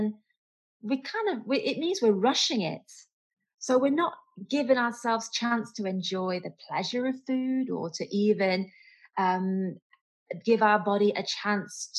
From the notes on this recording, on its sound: has a Zoom chat